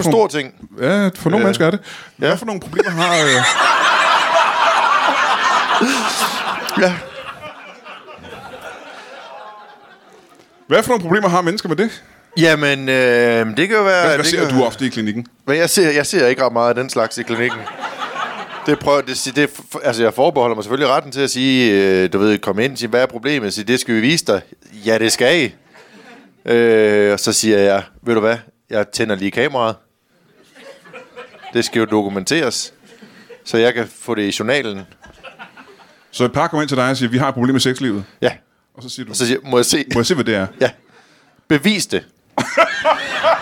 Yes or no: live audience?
yes